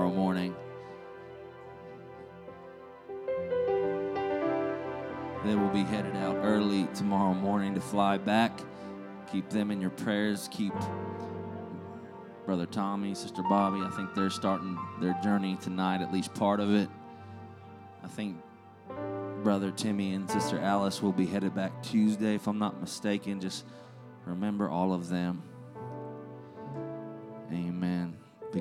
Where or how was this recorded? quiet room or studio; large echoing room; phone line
large echoing room